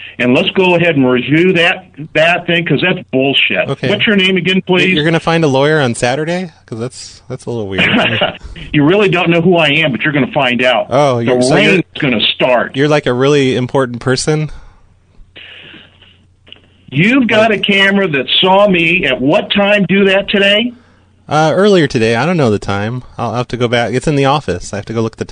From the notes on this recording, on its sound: …'s Personal Prank Phone Calls Collection.